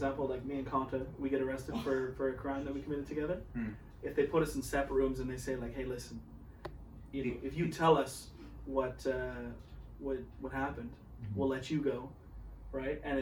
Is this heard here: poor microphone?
yes